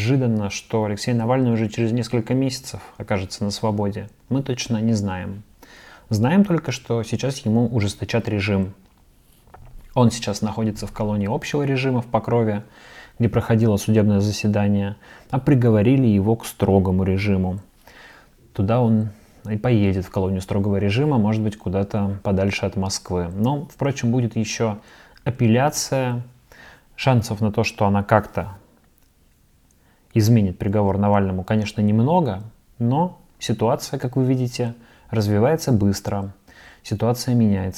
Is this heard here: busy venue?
no